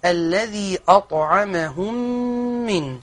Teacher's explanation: ميم معرة وبعدها ميم مثلها مشددة متحركة فشددت الميم بسبب الإدغام · Term: الميم المدغمة في مثلها